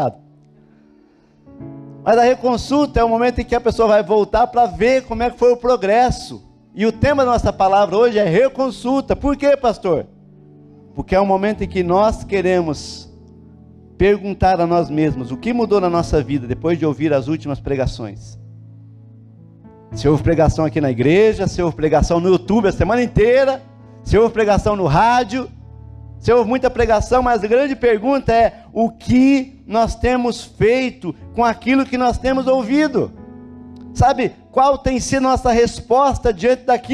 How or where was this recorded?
large echoing room